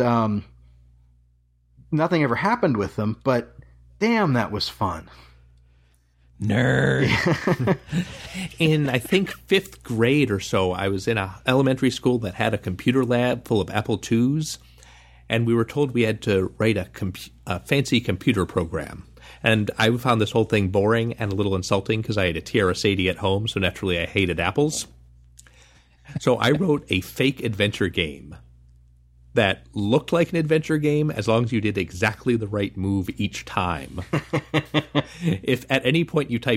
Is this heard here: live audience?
no